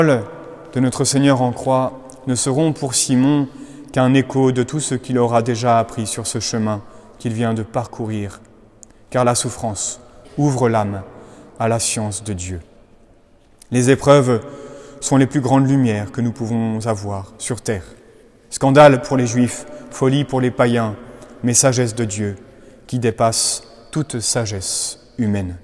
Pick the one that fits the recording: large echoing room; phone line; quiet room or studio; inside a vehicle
large echoing room